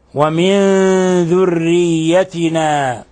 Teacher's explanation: نون ساكنة جاء بعدها حرف الذال، الحكم التجويدي إخفاء حقيقي